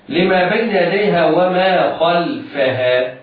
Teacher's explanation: الخاء في خلفها مفتوحة فهي مفخمة في الدرجة الثانية أو في المرتبة الثانية من مراتب التفخيم، لأنه ليس بعدها شيء، مفتوحة وليس بعدها شيء.